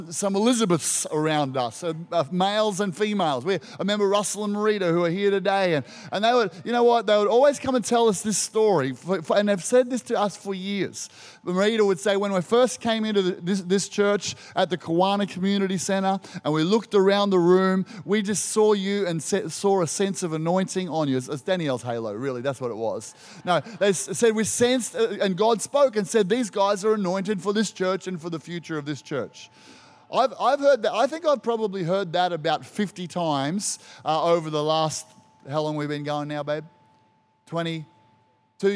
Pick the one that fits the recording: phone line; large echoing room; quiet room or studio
large echoing room